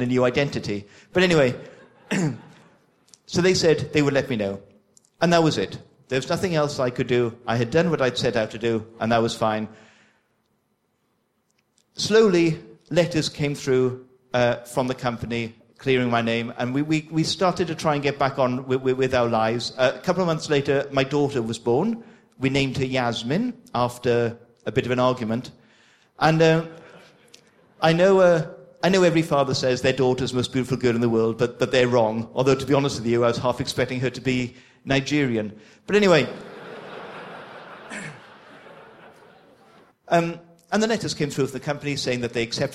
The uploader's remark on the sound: excerpt from the opening keynote from the AusCERT conference